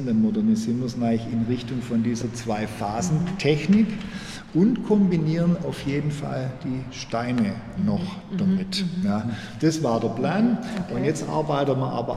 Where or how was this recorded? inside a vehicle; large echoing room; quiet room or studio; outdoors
large echoing room